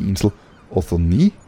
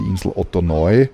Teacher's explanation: das Omikron-I, also das OI, wird ebenfalls nur als I ausgesprochen und nicht als OI · Shown in: first take